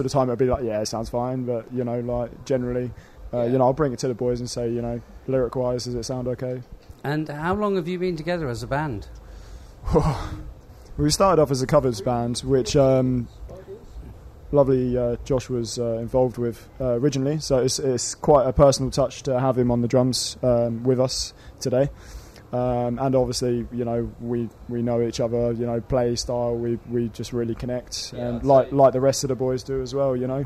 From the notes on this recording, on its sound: recorded at The Portland Arms